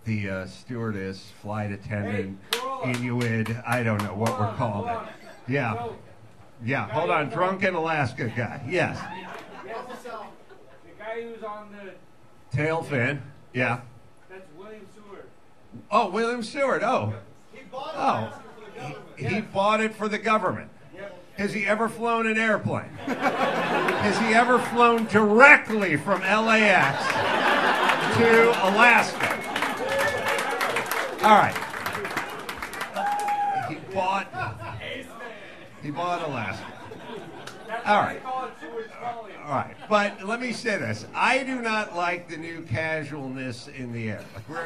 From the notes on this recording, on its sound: Live from Chilkoot Charlie's in Anchorage, Alaska. Invites a couple of Anchorage locals to join him on stage to play The Rotten Tomatoes Game.